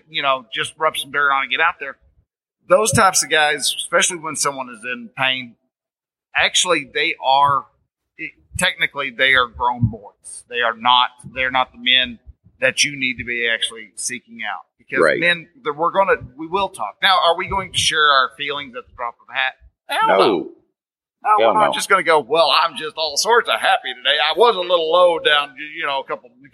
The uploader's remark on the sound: Live From Mission Critical. Now the sound quality isn't the same level that I am used to cranking out but that is part of the fun of trying new things out.